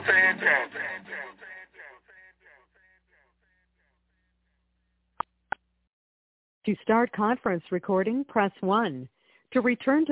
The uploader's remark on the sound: TNTSuperfantastic Conference Call.